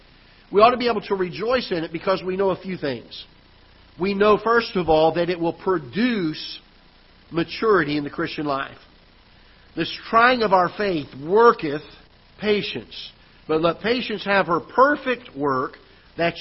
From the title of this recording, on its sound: Ketha Heights Baptist Church ~ Live Broadcast